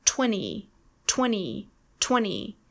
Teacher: In 20, the T is completely silent.